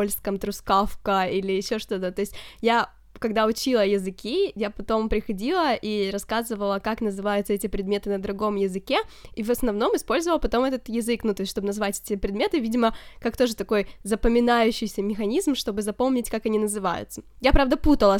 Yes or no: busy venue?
no